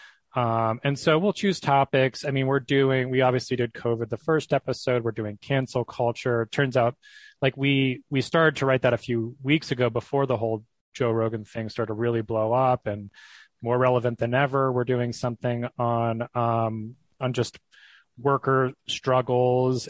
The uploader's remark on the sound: He joined me over Zoom